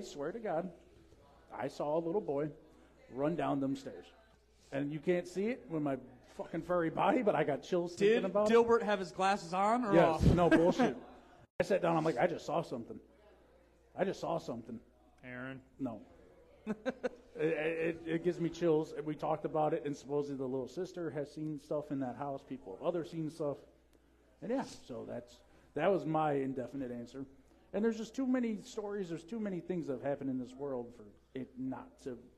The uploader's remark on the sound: Halloween Party LIVE from Garage Bar!